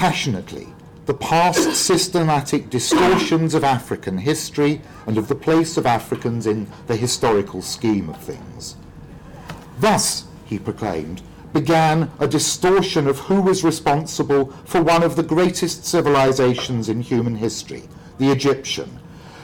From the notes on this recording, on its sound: Speaking at the African Athena conference.